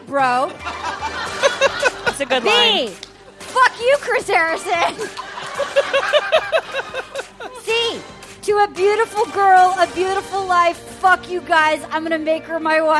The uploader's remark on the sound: Live from SF Sketchfest. It's LIVE from the San Fransisco Sketchfest.